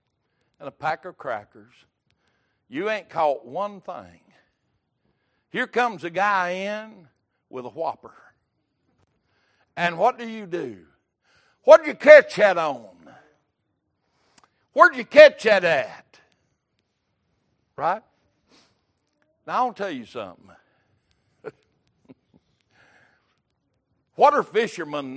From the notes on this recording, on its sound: Wednesday Evening Service.